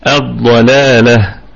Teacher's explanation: وهذه التاء ستنقلب إلى هاء حال الوقف فنقف عليها بالهاء الضلالة هكذا.